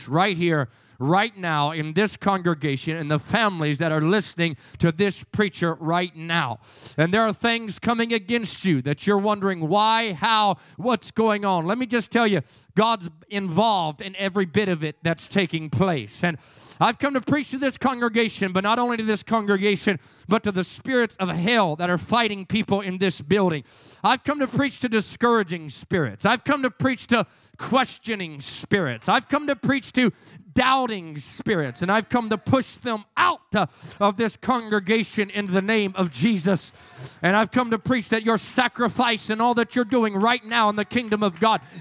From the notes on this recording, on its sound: in Revival services at FPC of Jennings